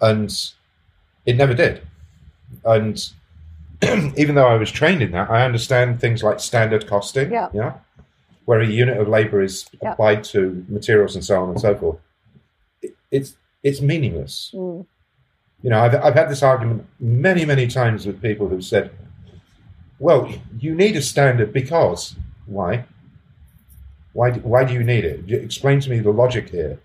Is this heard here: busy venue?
no